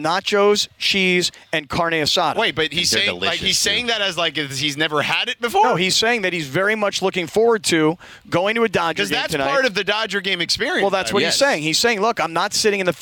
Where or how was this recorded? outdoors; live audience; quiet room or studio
outdoors